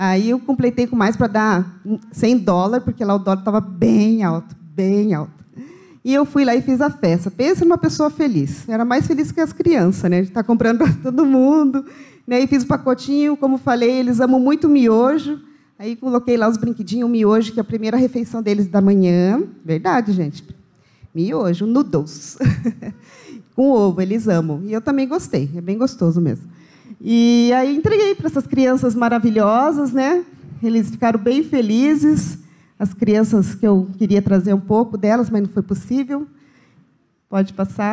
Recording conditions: large echoing room